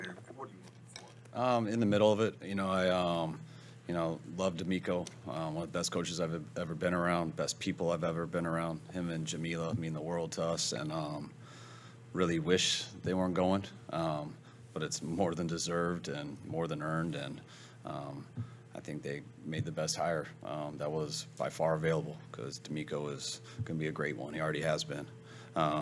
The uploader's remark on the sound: Press Conference